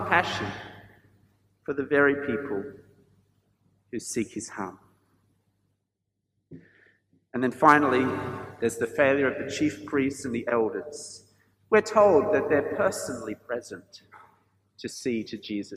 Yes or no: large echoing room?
yes